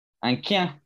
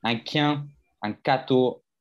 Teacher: Dans le Nord, ce CH, en fait, il va se transformer en K, un quin. un, mmh. · Term: l'accent